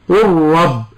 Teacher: أبدلنا اللام راء ثم أدغمنا الراء المبدلة من اللام في الراء من كلمة رب، فكان النطق براء واحدة مشددة قل رب. والضابط إنما يضبط على ما ينطق به حال الحكم في الإدغام والإظهار، فهنا اللام لا سكون عليها والراء حركت مع التشديد، فنعلم من ذلك أن الحكم هنا هو الإدغام، والله تعالى أعلى وأعلم.